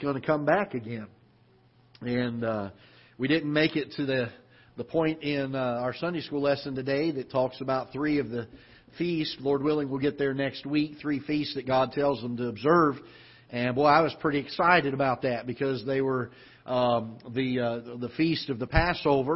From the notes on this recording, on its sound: Ketha Heights Baptist Church ~ Live Broadcast.